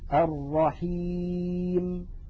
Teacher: إن سكنت الميم وكانت مظهرة ففيها غنة ضئيلة سماها علماؤنا غنة ناقصة